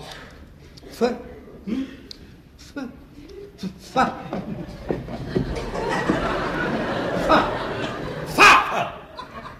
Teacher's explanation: L'F en appuyant les dents d'en haut sur la lèvre du dessous